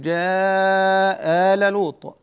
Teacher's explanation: وإذا حذفنا الألف المبدلة فإننا نقصر في الألف التي بعدها، فأقول جاء آل لوط، ويجوز إبقاء الألف الألف المبدلة، وعليه يجتمع ألفان، فيزاد ألف ثالثة للفصل بينهما ويكون المد مدا مشبعا، فأقول جاء آل لوط.